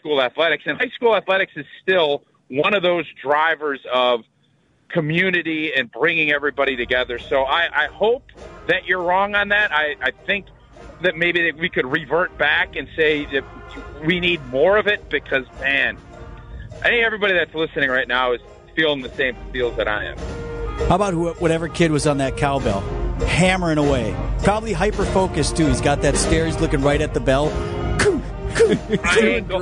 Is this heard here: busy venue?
yes